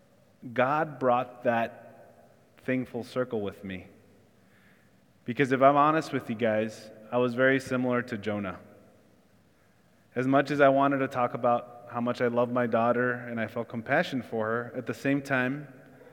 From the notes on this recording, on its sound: Church in the Square (Sermon Audio).